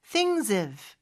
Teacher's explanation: 자, things have 이렇게 연음이 될수 있어요. things의 마지막 s는 z 발음이거든요. 그래서 그렇게 z 발음 내면서 things have 이렇게 발음하면 되고요. 그럴 때는 h가 묵음이 돼요. 그래서 things have 이렇게 할 필요는 없어요.